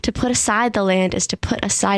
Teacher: Both times, is to makes up two unstressed syllables